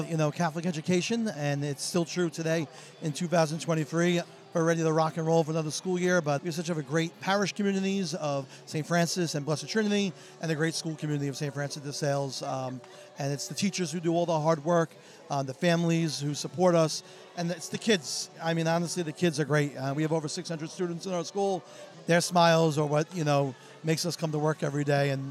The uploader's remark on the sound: Live from Maimonides Park in Coney Island, home of the Brooklyn Cyclones, for the 4th Annual Catholic School Night. He speaks to those in attendance at this special event.